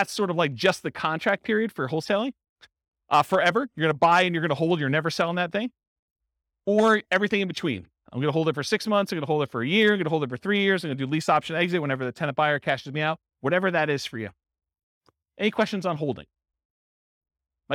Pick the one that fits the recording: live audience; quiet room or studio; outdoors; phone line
live audience